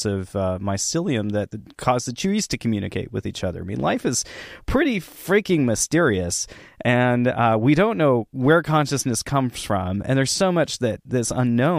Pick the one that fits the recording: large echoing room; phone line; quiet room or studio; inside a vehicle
quiet room or studio